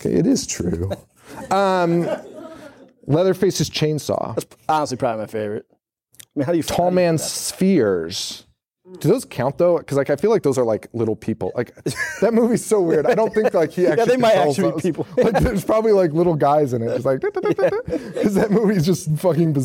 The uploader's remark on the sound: Live at Salem Horror Fest